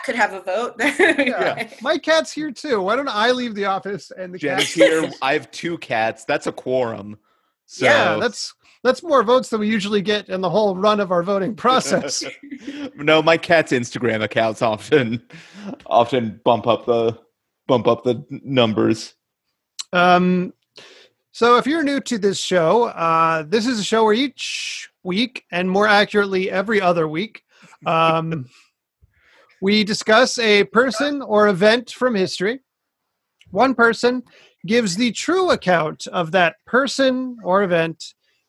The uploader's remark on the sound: the audio here is taken from our Zoom call, so the quality is somewhat diminished